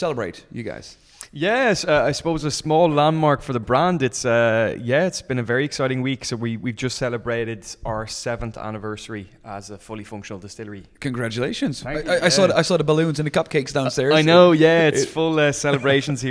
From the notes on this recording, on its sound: He recorded his visit to the Teeling Distillery. While the two of them enjoyed a wonderful dram to celebrate Teeling’s 7th birthday.